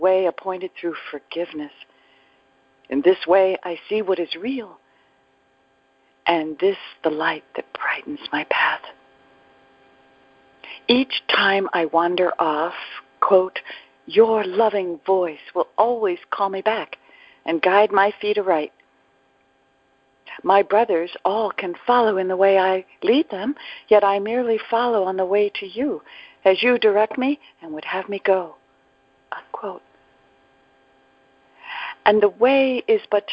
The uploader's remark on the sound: ACIM Daily TEXT Conference Call.